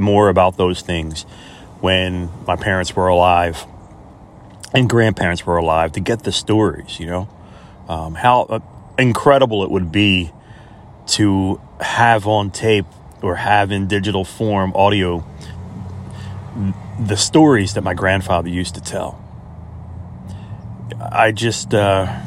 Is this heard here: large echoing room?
no